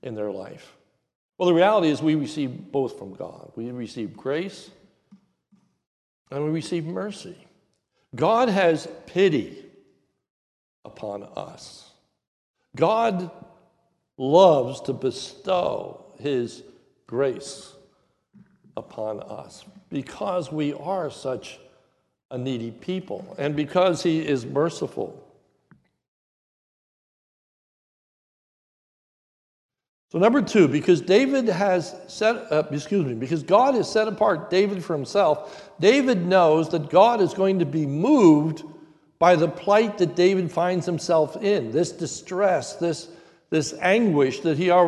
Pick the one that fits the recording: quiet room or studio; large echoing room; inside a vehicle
large echoing room